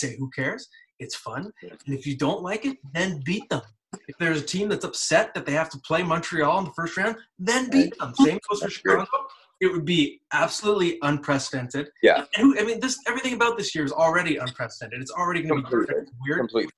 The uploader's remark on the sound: joins the Zoom version of the podcast